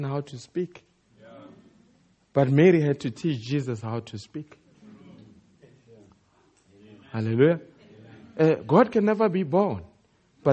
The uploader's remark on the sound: Preached At The Country Tabernacle